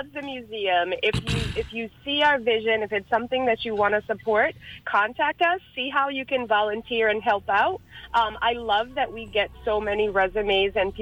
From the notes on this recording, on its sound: joined on the phone